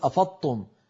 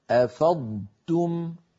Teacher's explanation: فعلينا أن ننطق ضادا صحيحة ساكنة ونتبعها بتاء مضمومة مرققة · Shown in: second take